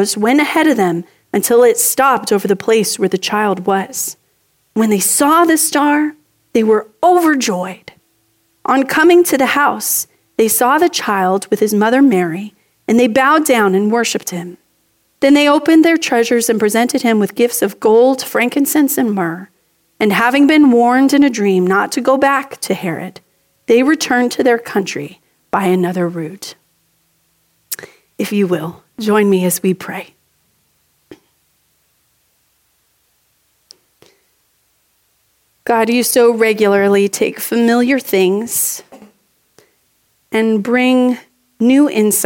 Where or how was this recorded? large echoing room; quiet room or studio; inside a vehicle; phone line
large echoing room